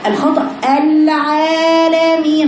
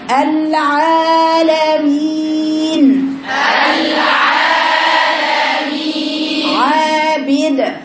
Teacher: افتحي الأول العين ومديها لفوق · Shown in: second take · Term: العين المفتوحة